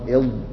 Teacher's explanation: فالضاد اللي هي أخت الصاد تخرج من جانب اللسان مع ما يحاذيه من الأضراس العليا